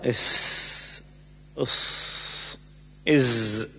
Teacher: من بين طرف اللسان ومن بين الثنايا العليا والسفلى مع انفراد ما بين الفكين ويخرج منه السين والزاي والصاد إز. وتسمى الأحرف الأسلية لأنها تخرج من منتهى طرف اللسان، وأسل الشيء منتهى طرفه.